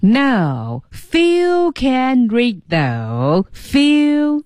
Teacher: 你看看是不是一个抛物线啊先下来上去下来上去